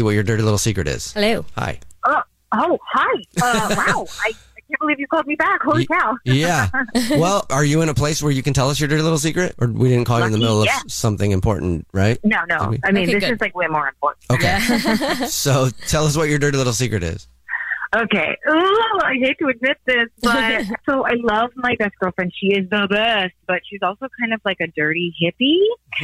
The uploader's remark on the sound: The woman on the phone.